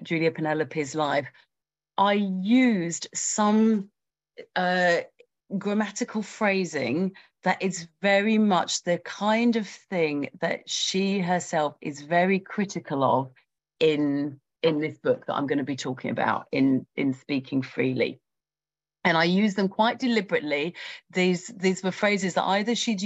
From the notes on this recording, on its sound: A live webinar.